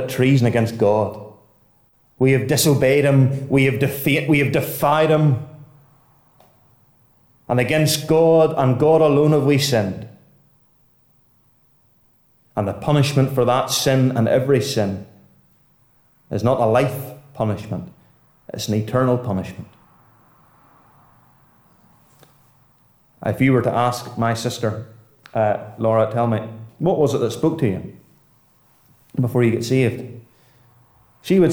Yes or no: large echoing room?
yes